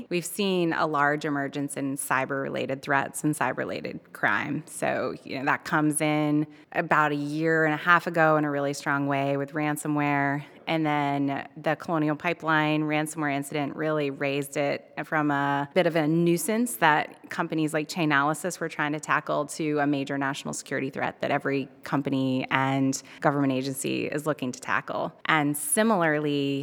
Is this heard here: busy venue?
yes